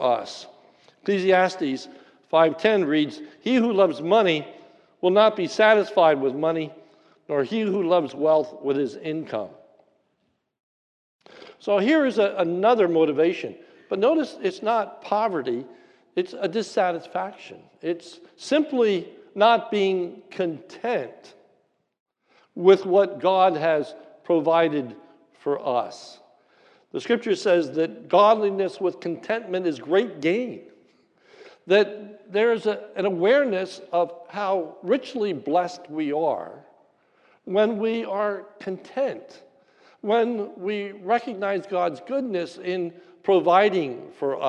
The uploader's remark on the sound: This is a sermon recorded at the Lebanon Bible Fellowship Church in Lebanon, PA during the evening service on 5/15/2022